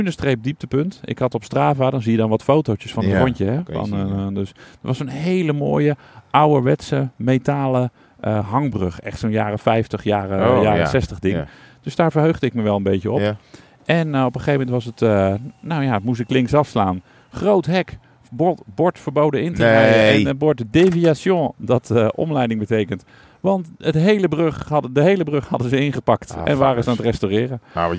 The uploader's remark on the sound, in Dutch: Eerst gaat het mis met het introgeluid, vervolgens is het veel te kort rijden naar het hotel van Bilbao waardoor we om moeten rijden om de gewenste podcastlengte te halen.